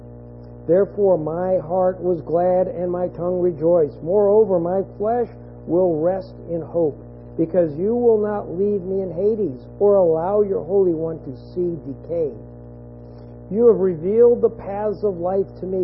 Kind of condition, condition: fault, hum or buzz